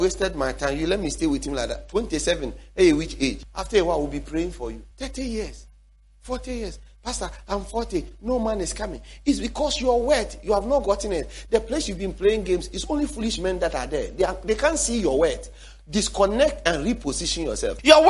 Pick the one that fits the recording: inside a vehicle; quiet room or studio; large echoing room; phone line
large echoing room